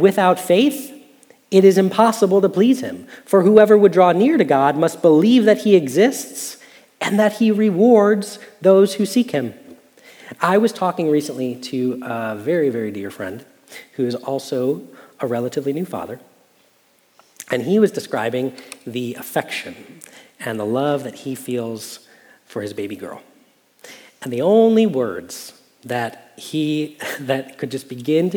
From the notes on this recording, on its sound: Message Preached at Valley Creek Church